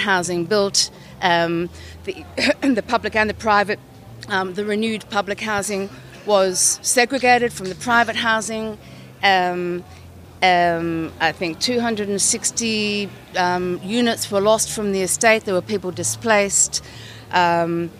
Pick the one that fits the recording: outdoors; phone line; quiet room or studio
outdoors